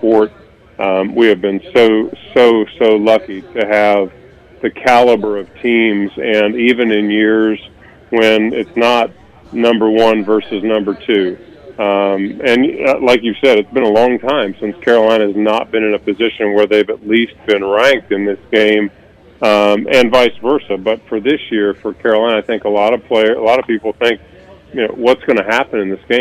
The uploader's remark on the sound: Live at KickBack Jacks